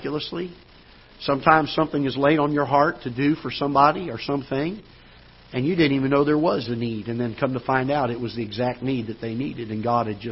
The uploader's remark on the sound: Ketha Heights Baptist Church ~ Live Broadcast